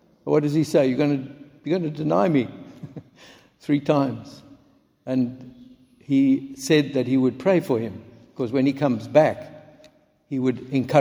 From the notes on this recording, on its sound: Recorded at the 9:30am service on Sunday 19th March 2023